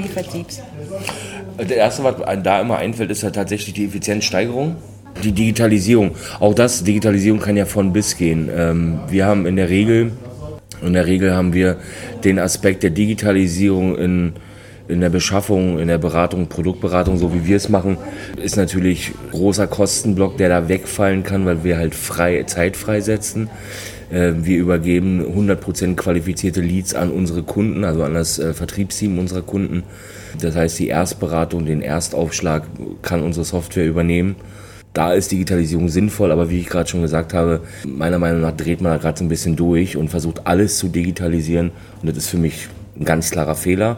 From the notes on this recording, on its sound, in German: Hören Sie unseren Live-Bericht von der Start up Stage 2023. NordBau 2023. Hören Sie unseren Live-Bericht von der Start up Stage 2023.